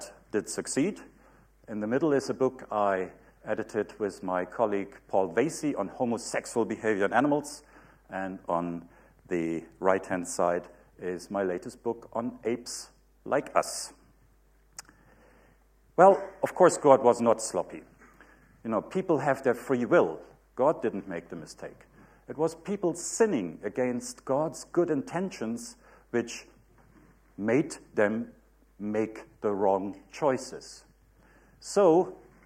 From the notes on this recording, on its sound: UCL Lunch Hour Lecture